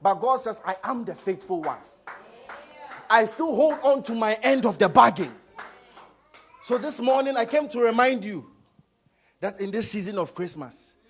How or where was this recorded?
large echoing room